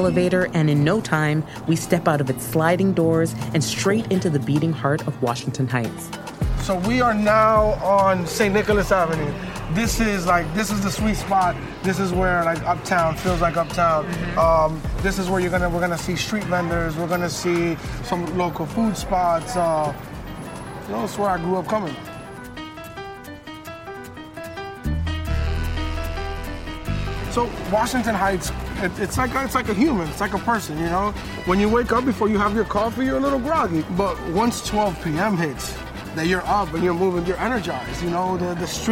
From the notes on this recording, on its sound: Takes the A-line up to Washington Heights, a loud, vibrant Dominican neighborhood in New York City. For a walking tour of his hometown. A local shortcut to avoid walking some of the steepest hills in all of Manhattan. Nicholas Ave., a bustling thoroughfare at the heart of Washington Heights.